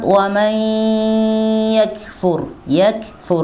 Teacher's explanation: Kaf bukan huruf qalqalah, enggak boleh dibaca wa may yakfur